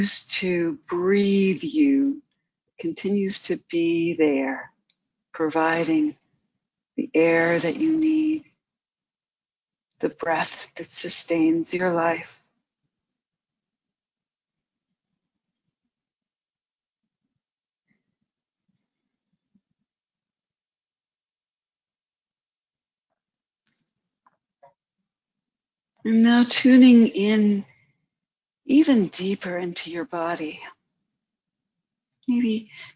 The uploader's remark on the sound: Due to some technical difficulties, you may hear some disconnection issues.